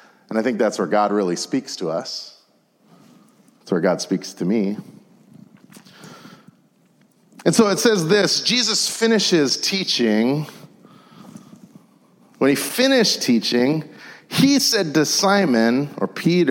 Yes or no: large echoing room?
yes